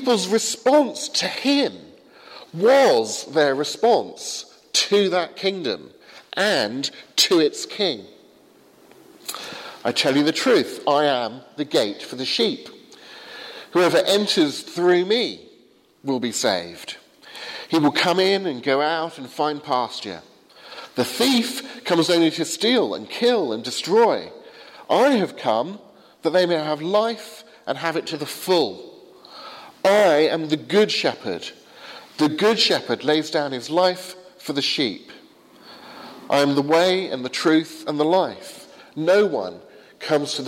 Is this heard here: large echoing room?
yes